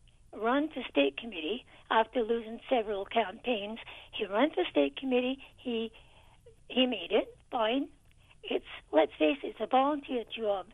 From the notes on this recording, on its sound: The phone lines flood with candidates